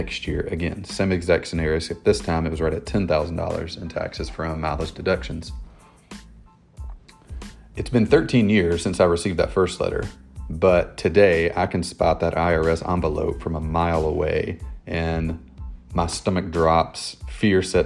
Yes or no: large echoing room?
no